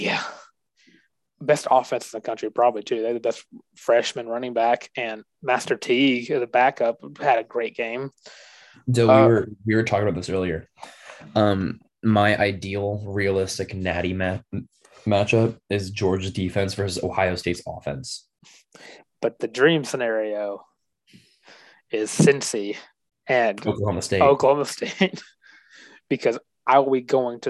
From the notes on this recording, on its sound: the Zoom edition of The Benchwarmer's Podcast